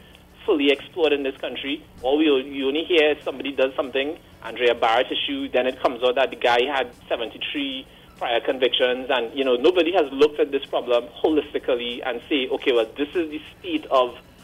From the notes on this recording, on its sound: we take more calls from the audience